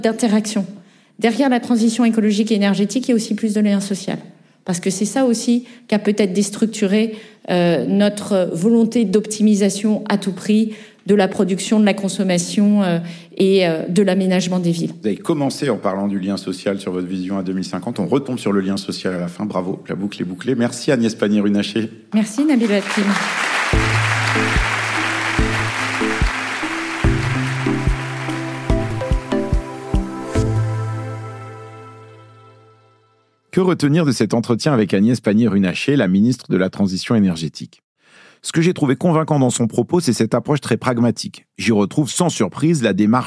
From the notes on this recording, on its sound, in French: Lors d'un enregistrement en public de Chaleur humaine, le 21 novembre 2023 à Paris, à la Bibliothèque nationale de France.